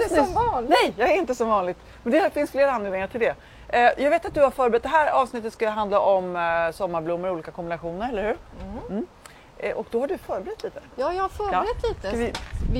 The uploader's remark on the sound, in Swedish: Vi ber om ursäkt för eventuella brister i ljudkvalitén då denna sändning gjordes utomhus i den något blåsiga vårkvällen